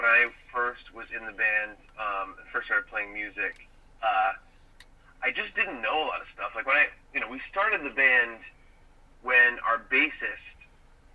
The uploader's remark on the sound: Recorded in my car on a really hot afternoon in Indiana. Joins me via phone.